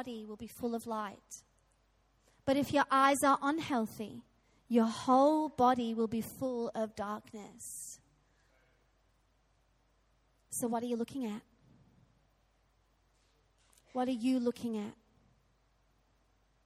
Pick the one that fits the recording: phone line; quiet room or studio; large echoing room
large echoing room